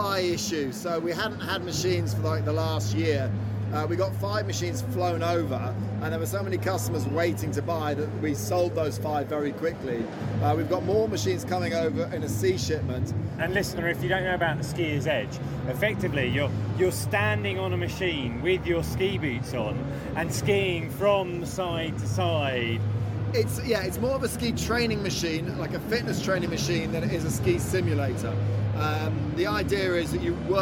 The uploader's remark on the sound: This special episode of The Ski Podcast was recorded at The National Snow Show 2022, which took place at the Birmingham NEC this weekend.